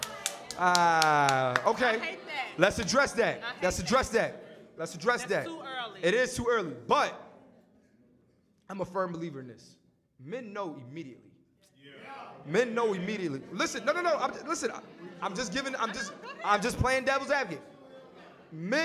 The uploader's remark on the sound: New York City Live Podcast